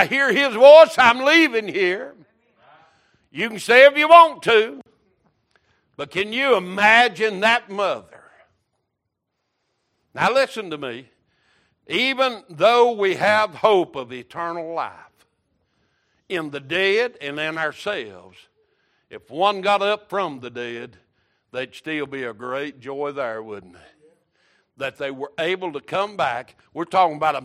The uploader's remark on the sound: Wednesday Evening Service